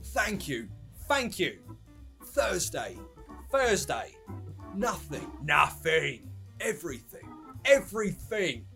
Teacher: The other th sound is unvoiced, and that sounds like like in thank you, everything, nothing, Thursday, sympathetic, and they should be replaced by Fs.